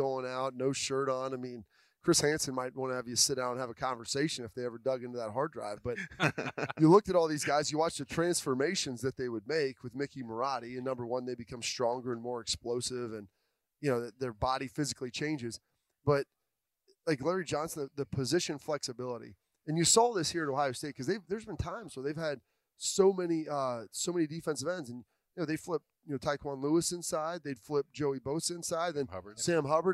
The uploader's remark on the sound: It's Monday and that means it's time for Lettermen Live at wonderful Roosters restaurants.